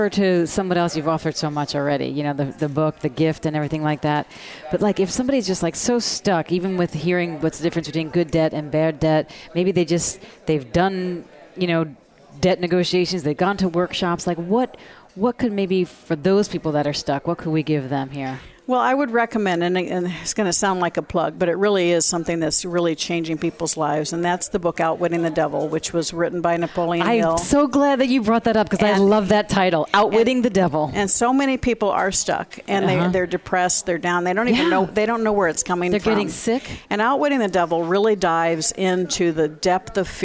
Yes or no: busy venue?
yes